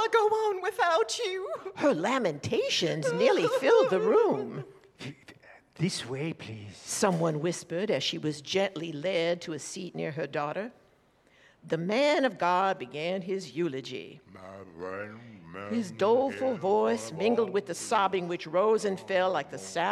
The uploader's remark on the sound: Recorded live from the Swedish American Museum in Chicago.